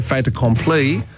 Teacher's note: If you say fait accompli, you do pronounce it because the consonant links onto the vowel at the start of the next word